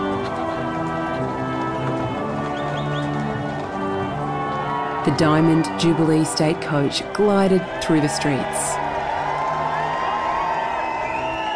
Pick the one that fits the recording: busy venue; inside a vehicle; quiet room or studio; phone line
busy venue